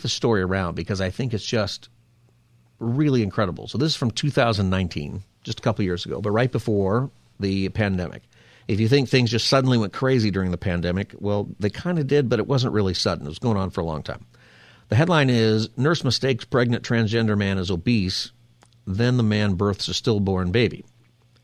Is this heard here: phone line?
yes